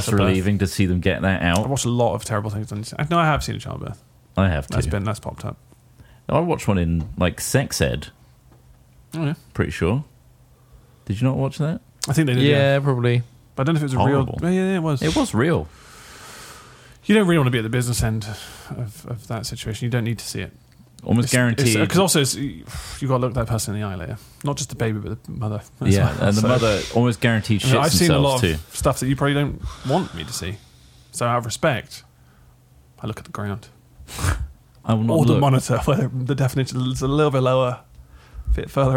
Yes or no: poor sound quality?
no